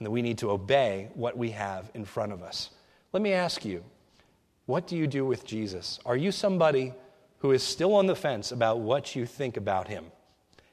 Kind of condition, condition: setting, large echoing room